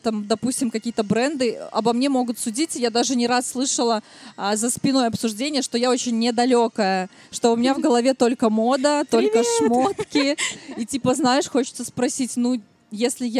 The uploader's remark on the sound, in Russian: Четвертый сезон было решено начать нетипично — запись выпуска прошла публично, на одной из площадок городского пикника Vulitsa Ezha (поэтому не пугайтесь непривычного звука и небольших посторонних шумов).